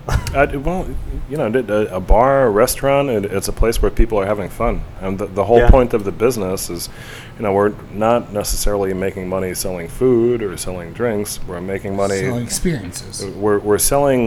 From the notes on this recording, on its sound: In our first “on-location” recording, the Notafoodie team travels to The Astorian, a new bar set to open in, you guessed it, Astoria Queens.